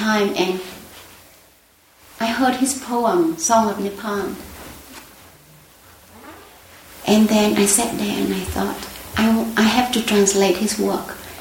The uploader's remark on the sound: Recorded at the Lannan Foundation in Santa Fe, New Mexico on March 1, 2015, as part of Lannan’s Poetry Sundays. Took questions from the audience.